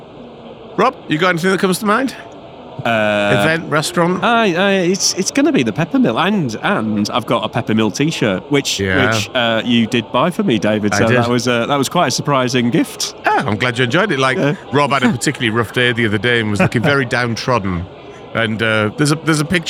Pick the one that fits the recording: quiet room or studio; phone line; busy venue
busy venue